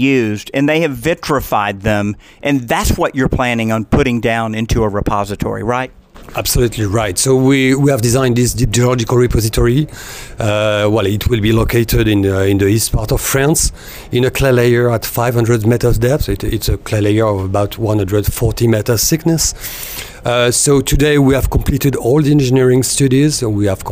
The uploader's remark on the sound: on the road at the World Nuclear Exhibition